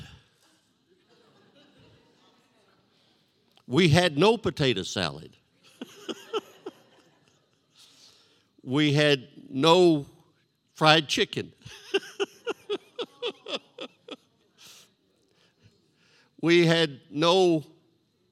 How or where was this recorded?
large echoing room